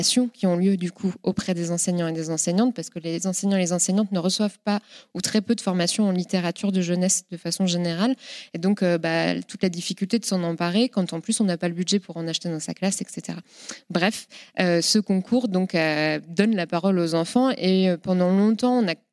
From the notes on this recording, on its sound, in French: À l'occasion de ce festival, j'ai eu le plaisir de participer à une table ronde au Manège de Reims.